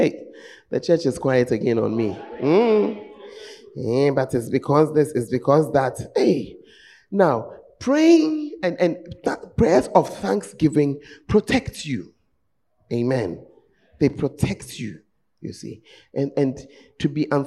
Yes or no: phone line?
no